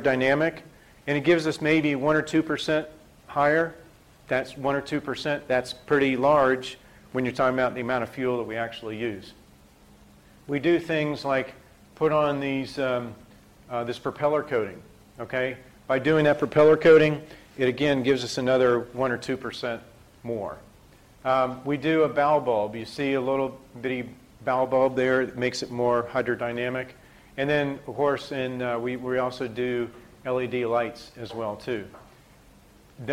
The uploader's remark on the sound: IFE Distinguished Visitor Lecture, recorded 9 October 2017 at QUT